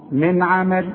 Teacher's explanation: والعين من حروف الاظهار اذا ما تغنش، تقول من عمل.